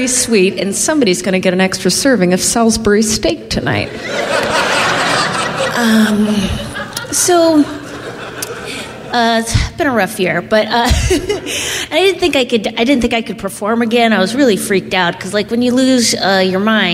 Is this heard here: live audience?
yes